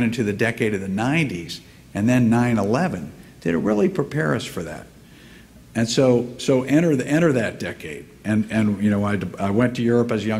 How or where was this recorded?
live audience